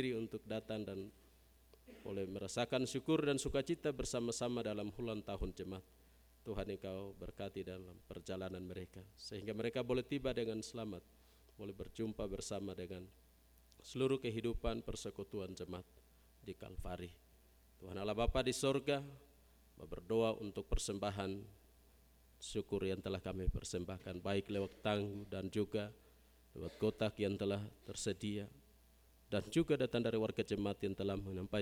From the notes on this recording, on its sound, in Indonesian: GKI Kalvari Tembagapura. Khotbah dan Doa Syafaat rekaman ibadah Minggu Pagi tgl 19 Maret 2023.